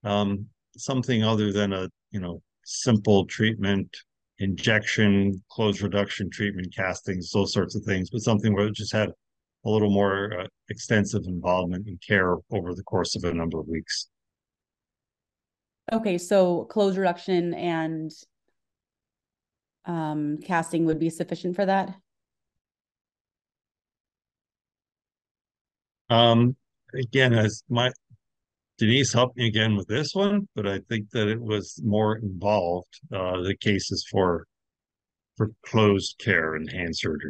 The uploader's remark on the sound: This is an audio-only version of the recent webinar